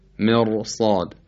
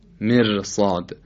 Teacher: ر ساکنه، ما قبل مکسوره، به ظاهر باید ترقیق میشه، اما به خاطر وجود صاد مفتوحه یا صادی که بعدش الف قرار داره، اون هم مفتوح تلقی میشه. به خاطر اینکه صاد حرف استعلاست و حرف درشتی است، حرف تفخیم شده است، این باعث میشه رو حرف ر اثر بذاره، خود ر هم تفخیم بشه · Shown in: first take